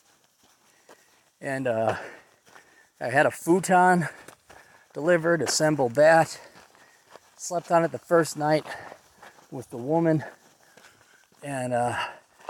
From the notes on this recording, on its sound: a recording from a long hike in the middle of nowhere South Dakota